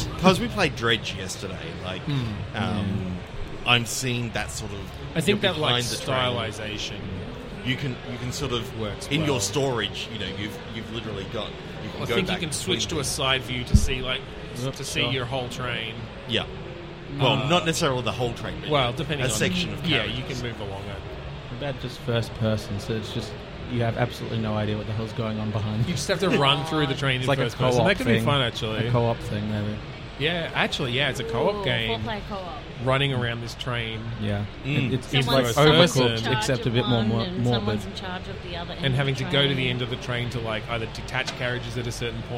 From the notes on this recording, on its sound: Live from PAX 2022. Live from the Audio Technica booth on the show floor at PAX.